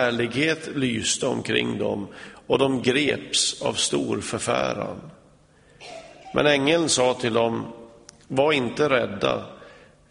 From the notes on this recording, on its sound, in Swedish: Inspelad i Smyrnakyrkan, Göteborg.